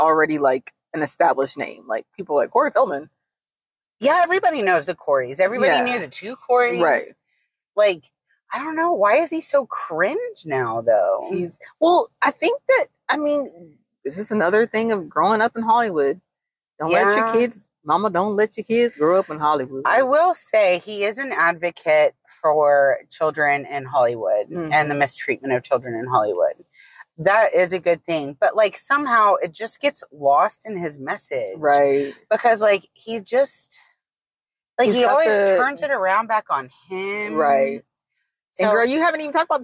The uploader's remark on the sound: joining us in the car this week